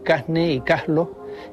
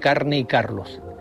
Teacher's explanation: aspiran la R cuando esta aparece ante las consonantes N o L · Shown in: first take